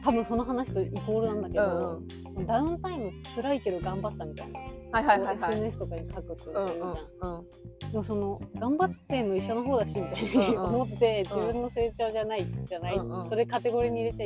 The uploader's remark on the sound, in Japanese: 新宿御苑。今回は、初めての外収録‼。